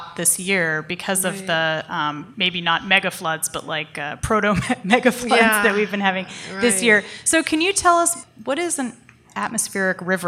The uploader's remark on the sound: In front of a live audience in Oakland, CA. Recorded at Awaken Cafe in Oakland, CA.